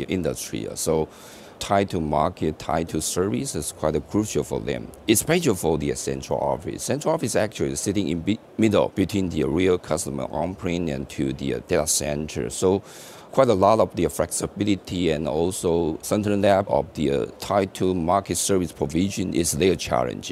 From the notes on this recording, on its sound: In this archive of a livecast from Mobile World Congress in Barcelona, Spain